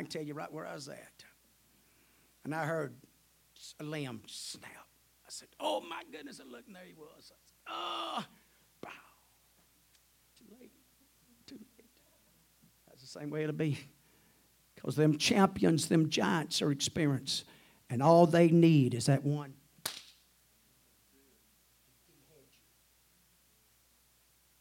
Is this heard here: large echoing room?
yes